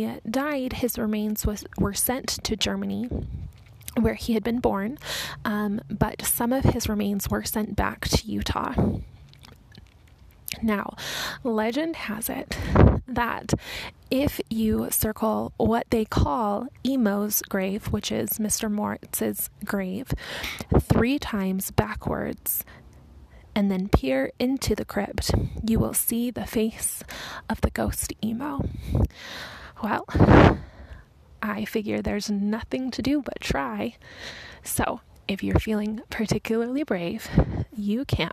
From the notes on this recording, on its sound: Walking tour of the Salt Lake City Cemetery